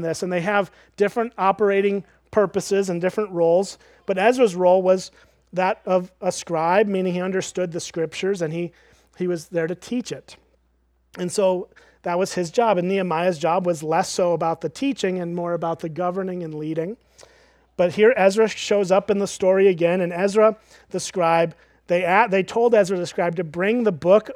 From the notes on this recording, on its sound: at Springbrook Church in Antigo, WI